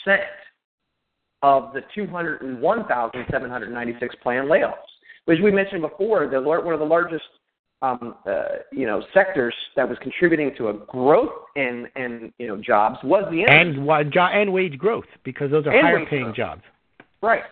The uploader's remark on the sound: Real Estate 360 Live Call.